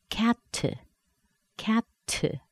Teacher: If we let a lot of air out after the T, you're going to get an extra syllable.